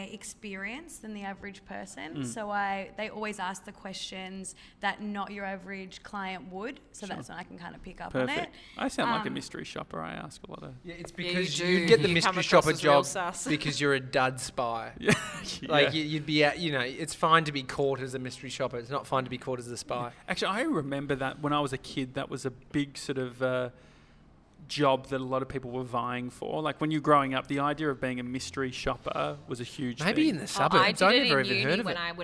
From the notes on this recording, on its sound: After getting a haircut at Kings Domain Barber Shop, we headed across the road to the Joey Scandizzo Salon.